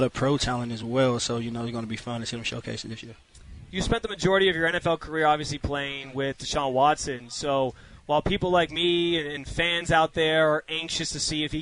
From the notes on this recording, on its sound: live from Browns training camp in Berea